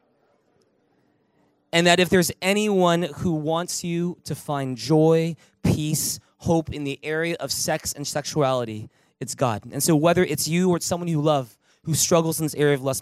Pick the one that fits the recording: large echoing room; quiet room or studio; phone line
large echoing room